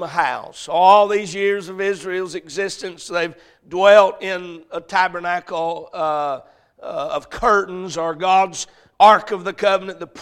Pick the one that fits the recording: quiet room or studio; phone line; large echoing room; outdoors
large echoing room